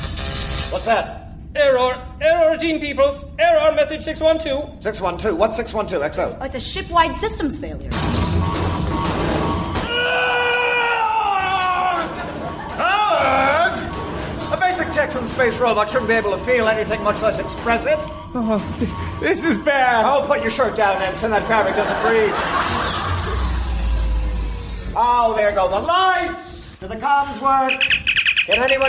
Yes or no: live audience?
yes